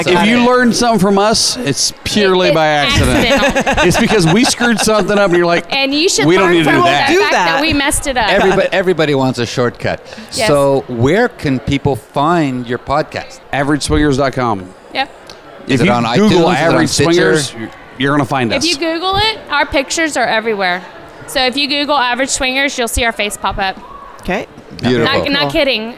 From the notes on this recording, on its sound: Live from Naughty in N'Awlins, the largest lifestyle convention for couples, in the world. With over 2,000 guests, this event is not only a full take over of three of the French Quarter's biggest hotels, it takes over Bourbon Street too.